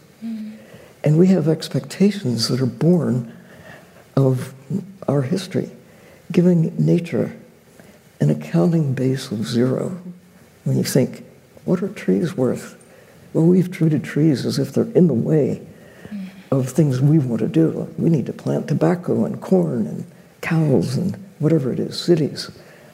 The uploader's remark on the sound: A panel discussion. It was recorded in front of a live audience at Grace Farms in New Canaan, CT.